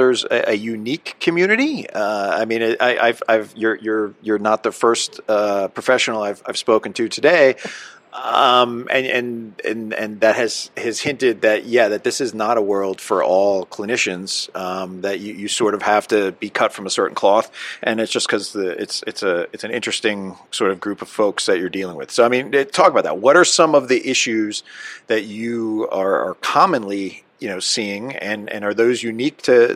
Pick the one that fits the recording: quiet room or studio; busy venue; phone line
busy venue